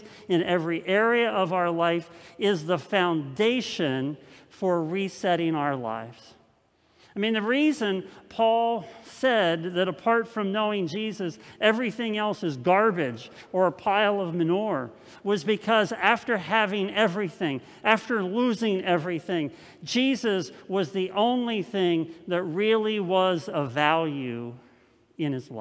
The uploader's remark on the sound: This message was first preached on November 8th 2020 at Linglestown Life Church in Harrisburg PA.